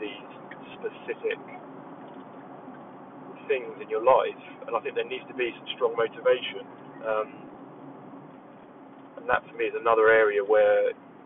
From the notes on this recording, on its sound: This is simply a test episode, no planned structure or content, just a 20 minute stream of consciousness while driving.